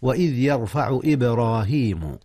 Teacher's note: قلقلة الباء وهي ساكنة، إذ هي من أحرف القلقلة